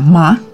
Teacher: ну как бы обычная позиция «ма», потом резкая «ма» и полувопрос какой-то «ма». Резко это будет «ма».